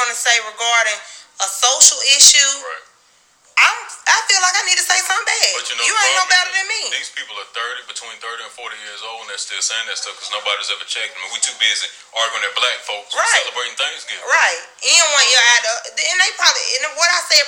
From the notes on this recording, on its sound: A special guest is welcomed with a surprise call in.